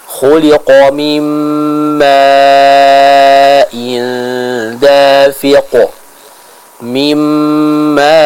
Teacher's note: pada huruf mim yang kita harus baca panjang dengan 4-5 harokat. · Term: Mad wajib al-muttasil